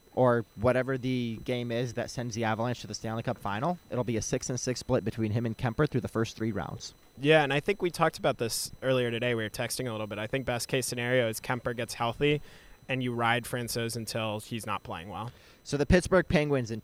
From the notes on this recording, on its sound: Live at Rogers Arena following the Avalanche's 4-2 victory in Game 3 over the Edmonton Oilers.